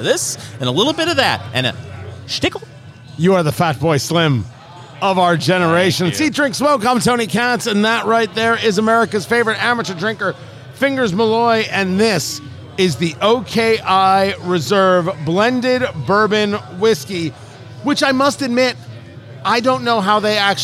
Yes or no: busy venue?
yes